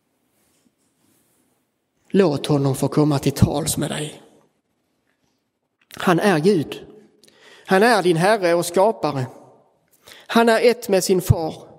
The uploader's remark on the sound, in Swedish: Inspelad i Roseniuskyrkan den 23 april 2023.